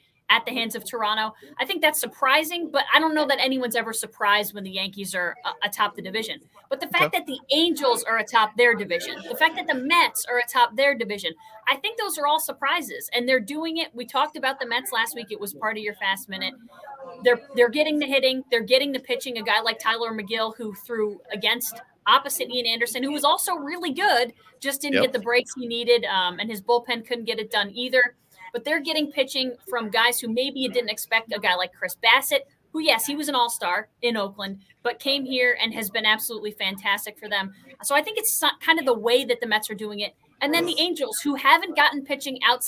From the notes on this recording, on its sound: LIVE from Kings Tavern in Saratoga Springs.